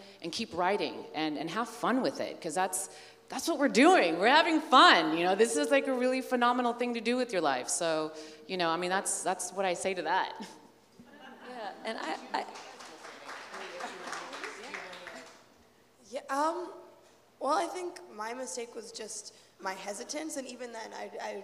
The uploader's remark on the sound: New Hollywood Live at TIFF 2018